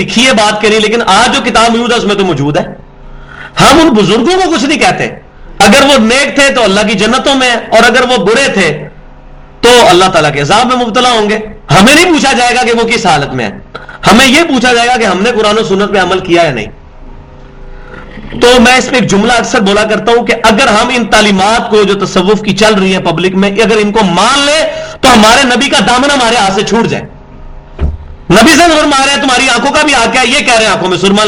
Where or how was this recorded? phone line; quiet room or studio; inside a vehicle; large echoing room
large echoing room